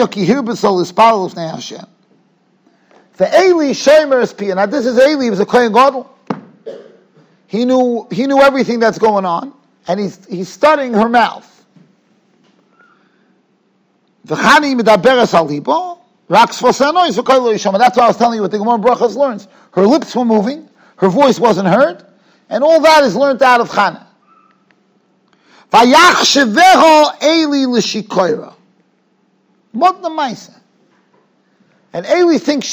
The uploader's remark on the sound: Shiur recorded in Yeshivas Ohr Reuven, Monsey, NY.